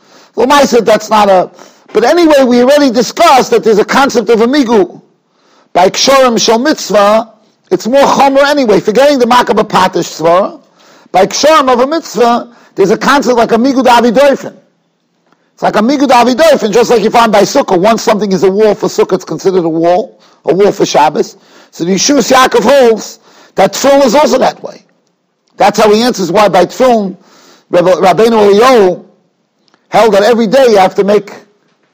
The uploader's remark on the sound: Shiur recorded in Yeshivas Ohr Reuven, Monsey, NY.